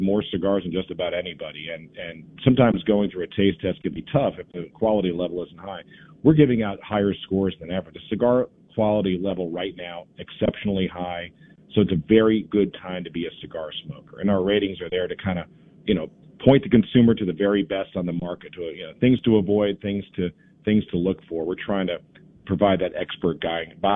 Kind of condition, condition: link, phone line